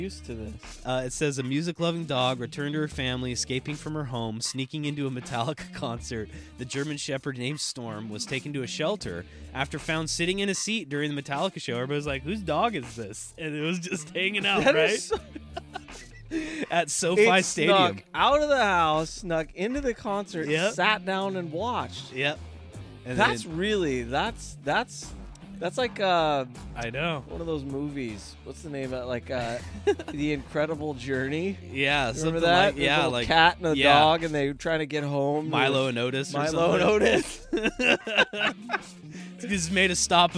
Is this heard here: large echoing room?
no